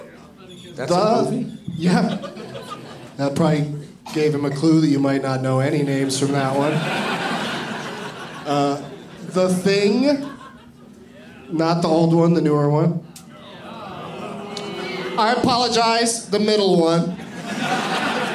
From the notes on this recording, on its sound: Live from Comedy Works in Denver